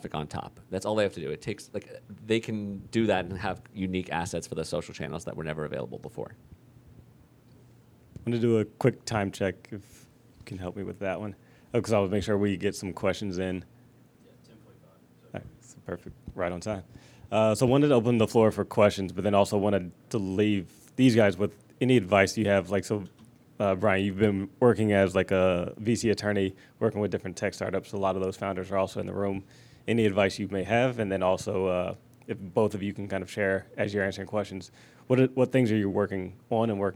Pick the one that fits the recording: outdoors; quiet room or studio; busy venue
busy venue